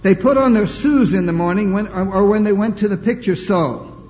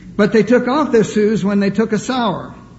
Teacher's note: The Ephraimites had a speech deficiency or a dialect problem. They couldn't pronounce the sh sound. It always came out s.